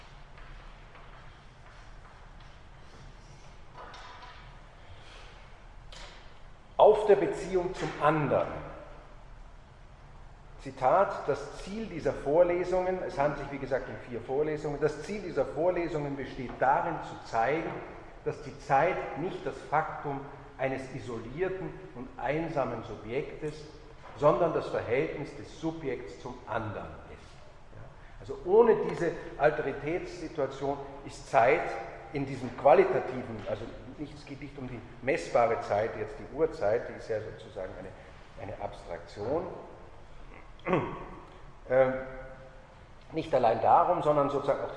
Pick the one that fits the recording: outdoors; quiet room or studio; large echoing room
large echoing room